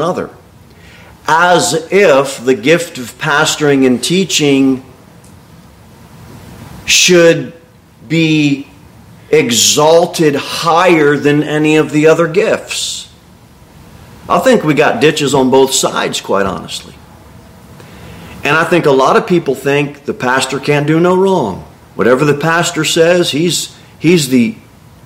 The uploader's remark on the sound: Sermon delivered at Pilgrim Baptist Church.